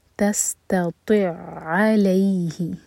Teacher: تستطيع کا عین اور علیہ کا عین مرج ہو رہے ہیں، تو یہ ہے ادغام متماثل، پہلی آیت میں لام کا ادغام ہوا تھا، یہاں پر عین کا ادغام ہو رہا ہے.